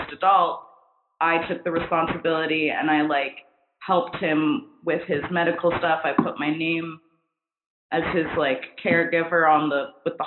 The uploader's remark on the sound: Pardon the audio, this was recorded BEFORE we got our new mic setups